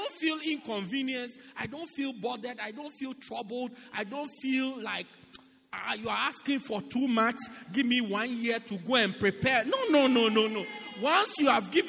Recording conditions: large echoing room